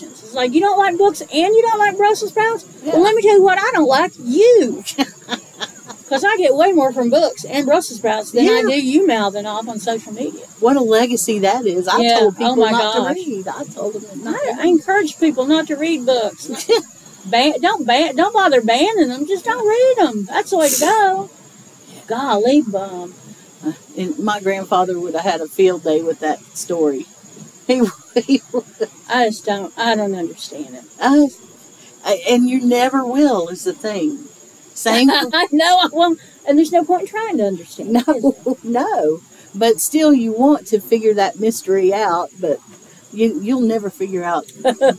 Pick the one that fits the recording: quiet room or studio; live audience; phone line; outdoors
outdoors